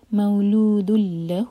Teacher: یہ دغام بغیر غنہ کا، یہاں پر نون کی ساؤنڈ بالکل نہیں آنی چاہیے